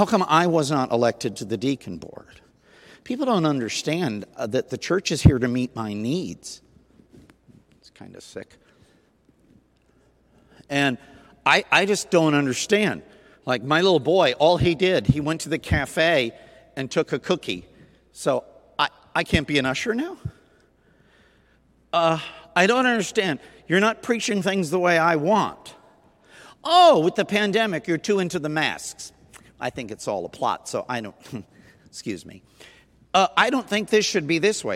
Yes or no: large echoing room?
yes